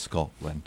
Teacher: you don't put the T in Scotland